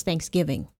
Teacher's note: I think my natural way to say it is Thanksgiving. The emphasis on giving. On giving, which if you're putting emphasis on either.